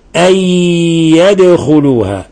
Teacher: في عندنا نون ساكنة جاء بعدها حرف الياء، ندغم من النون في الياء، أي تصبح هكذا تقرأ، أي يدخلوها.